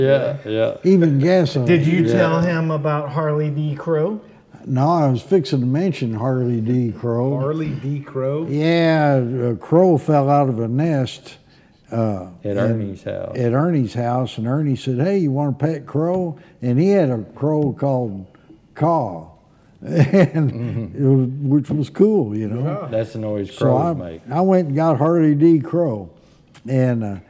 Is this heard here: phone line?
no